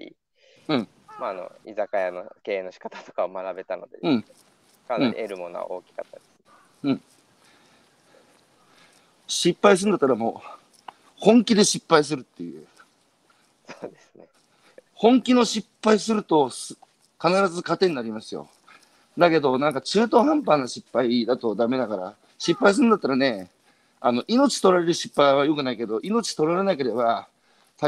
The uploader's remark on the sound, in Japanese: 歩きながら1時間、対談する